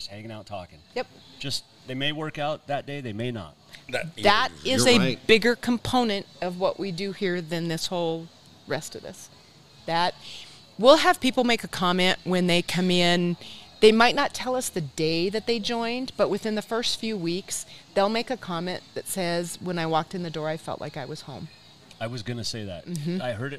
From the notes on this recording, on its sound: Tuesday live from Adaptive Performance Center